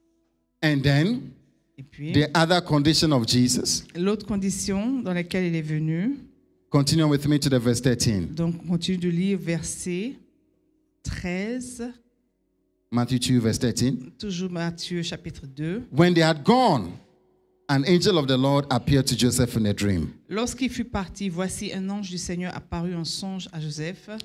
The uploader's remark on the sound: Preached during Joyful Hour Sunday Service